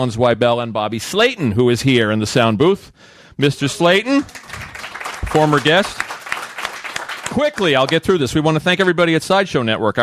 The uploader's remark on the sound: A live recording at SiriusXM radio, where they field questions (from callers and an in-studio audience).